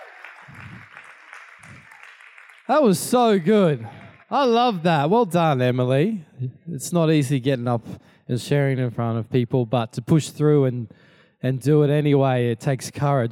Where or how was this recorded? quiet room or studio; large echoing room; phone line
large echoing room